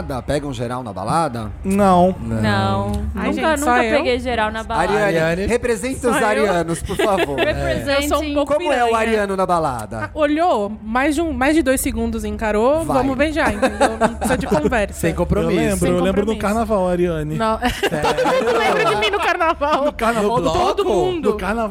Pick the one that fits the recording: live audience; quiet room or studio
live audience